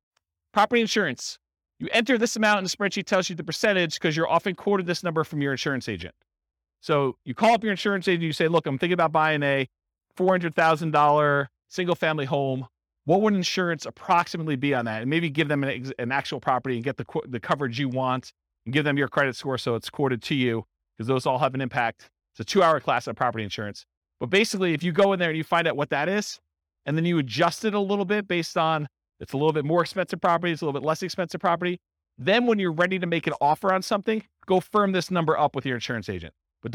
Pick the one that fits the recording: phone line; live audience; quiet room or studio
live audience